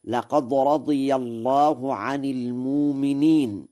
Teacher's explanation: قرأ ورش المؤمنين بإبدال الهمزة هكذا: لقد رضي الله عن المؤمنين، والإبدال لقصد التخفيف، وأيضا فإن التخفيف لغة أهل الحجاز، وهو أخف على القارئ مع موافقته للغة والرواية، ومعلوم أن القراءة سنة متبعة.